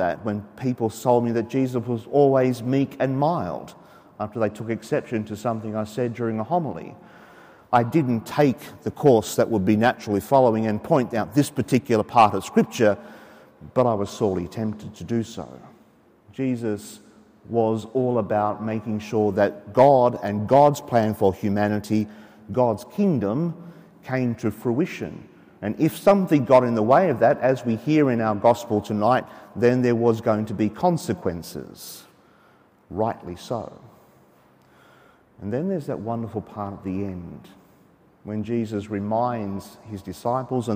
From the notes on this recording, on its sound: As preached during the 5.30 pm Saturday evening Mass from Sacred Heart Cathedral, Hamilton.